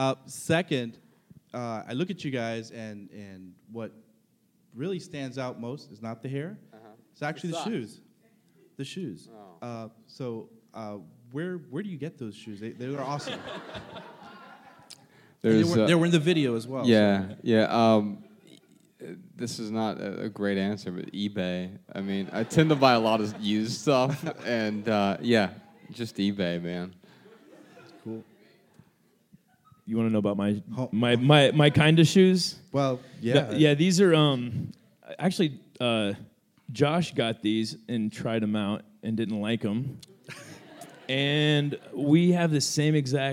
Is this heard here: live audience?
yes